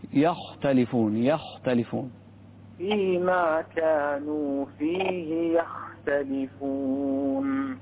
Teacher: الخاء هنا ساكنة لكن ما قبلها مفتوح تفخم أكثر · Term: فخم الخاء